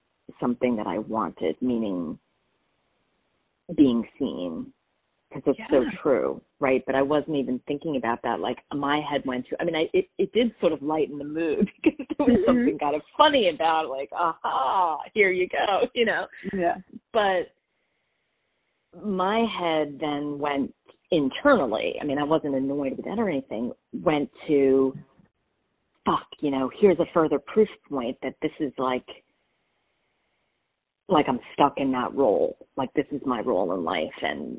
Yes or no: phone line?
yes